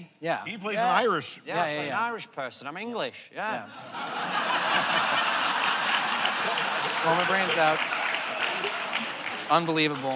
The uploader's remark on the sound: The conversation was recorded on May 19, 2016 in front of a live audience at New York's 92nd Street Y.